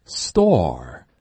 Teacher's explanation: 现阶段就把 store 的这个 t 发的音当成一个弱化一点的 d